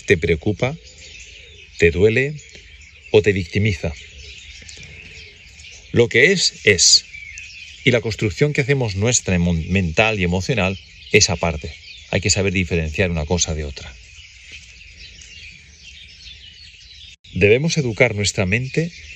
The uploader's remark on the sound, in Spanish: Este episodio fue grabado durante un paseo reflexivo y contemplativo en la Naturaleza